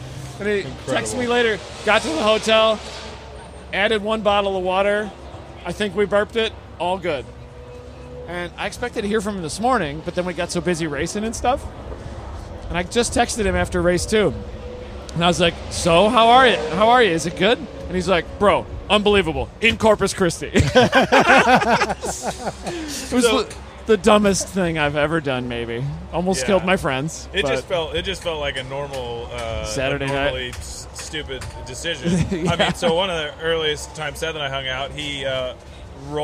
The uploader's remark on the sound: Late Saturday night at COTA, the #GRIDLIFE Staff hung out at the "Rally Ranch".